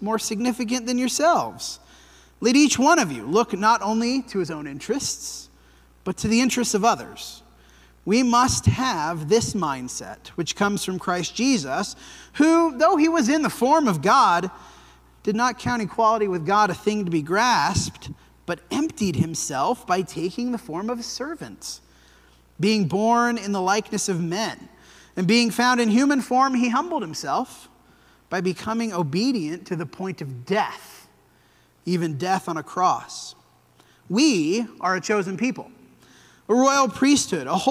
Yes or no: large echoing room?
yes